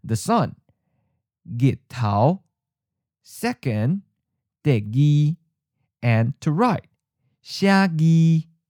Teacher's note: In Daibo or Jiangju group of dialects, the J is also starting to disappear. But instead of the L sound, it's merging with the G sound, spelled with the letter G.